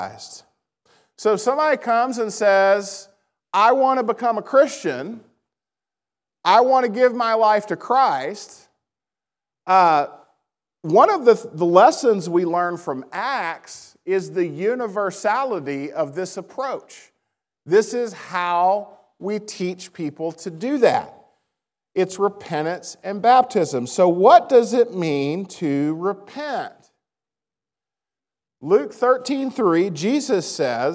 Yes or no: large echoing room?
yes